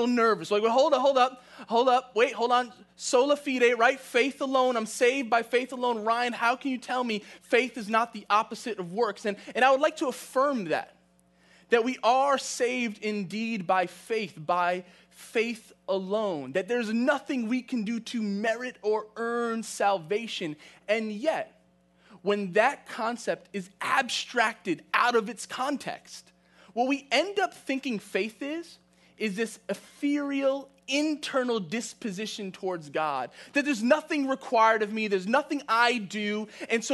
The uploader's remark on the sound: from the September 27, 2020 Live Worship Service